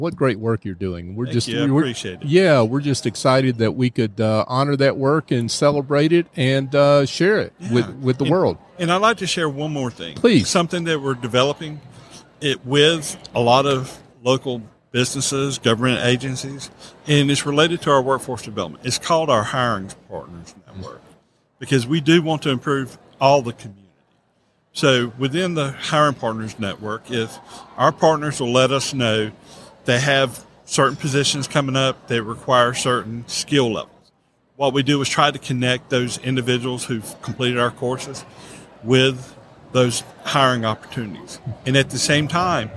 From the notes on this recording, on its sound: LIVE at the Business RadioX® remote at SOAHR 2023